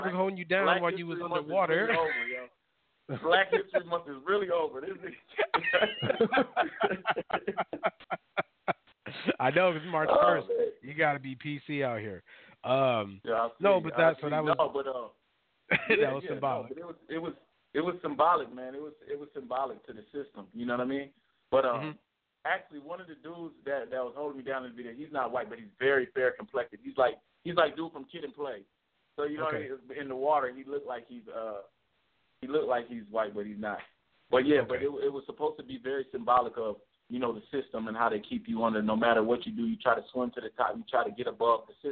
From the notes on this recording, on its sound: Will call in for a live interview. 5 mics.